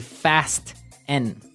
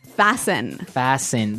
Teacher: T kind of becomes silent · Shown in: second take